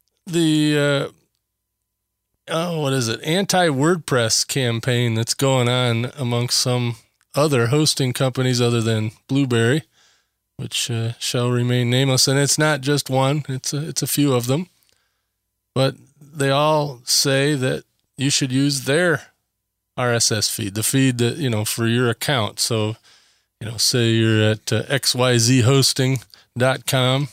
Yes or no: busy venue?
no